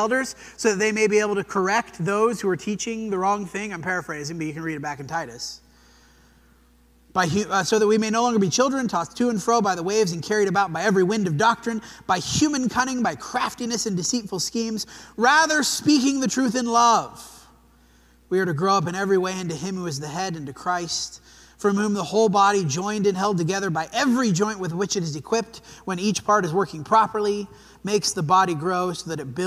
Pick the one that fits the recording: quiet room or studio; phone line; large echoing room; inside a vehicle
large echoing room